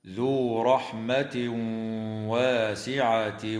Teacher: ويدغم التنوين في الواو مع الغنة في قوله تعالى ذو رحمة واسعة